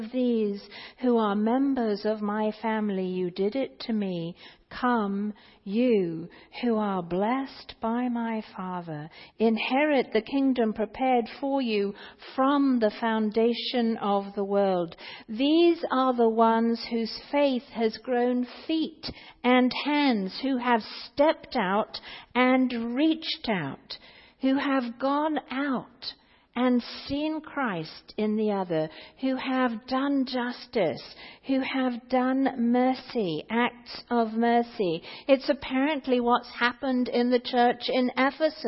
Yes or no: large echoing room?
yes